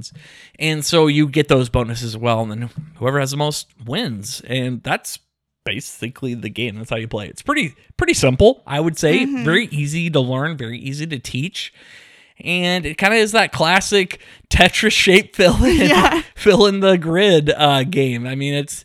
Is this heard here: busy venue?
no